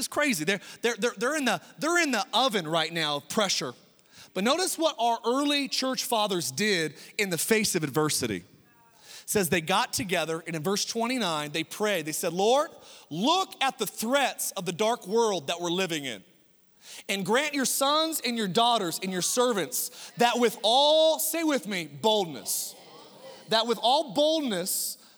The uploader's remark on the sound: Oceans Church. Recorded from our 11am in person service in Meridian, Idaho.